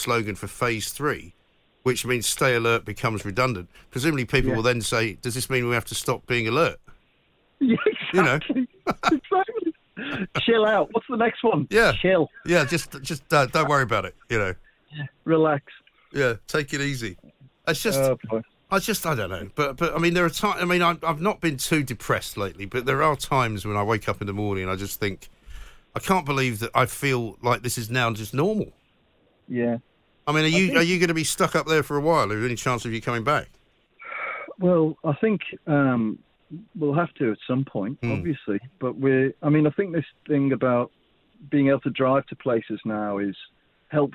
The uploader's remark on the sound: (via studio). (via phone).